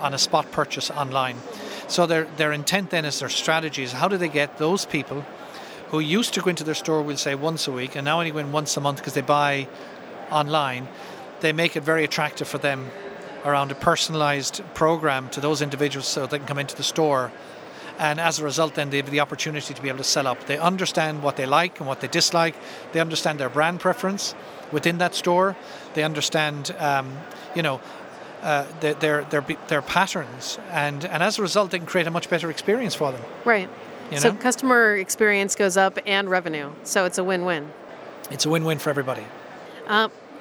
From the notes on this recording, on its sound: Live from HP Discover. In this archive of a livecast.